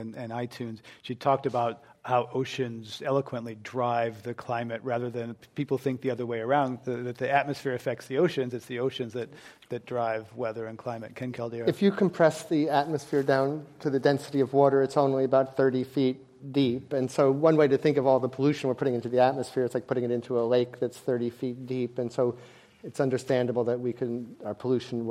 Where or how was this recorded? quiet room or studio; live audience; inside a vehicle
live audience